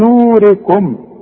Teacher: انا بقول لك علشان المدود بالموازين قد بعض، شوف انظرونا نقتبس من نوركم، شوف نو، شوف المد، النون مضمومة بعدها واو، تمدها حركتين، لا تزود ولا تنقص. من نوركم، قيل الحرف مكسور بيحتاج الياء، بيحتاج برضو حركتين، المد اسمه المد الطبيعي.